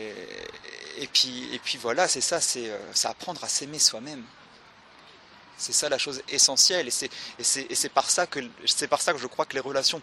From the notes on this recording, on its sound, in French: C'est dans le jardin du Luxembourg à Paris que nous avons enregistré cette jolie rencontre